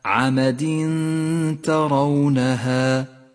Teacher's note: المثال التالي على حكم الإخفاء في قوله تعالى عمد ترونها، التنوين جاء بعده حرف التاء، نخفي التنوين بالتاء مع بقاء غنة للتنوين من غير تشديد